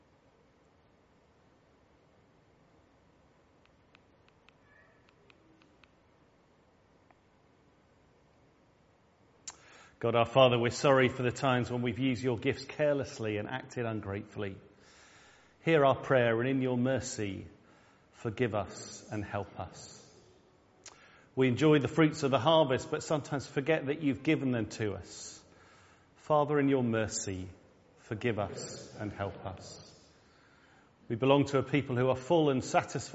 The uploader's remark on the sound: All Saints All Age Harvest Service. Recorded at the 10:00 service on Sunday 9th October at All Saints.